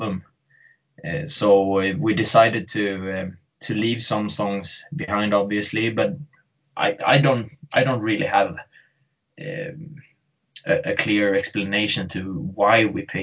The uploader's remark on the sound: skyped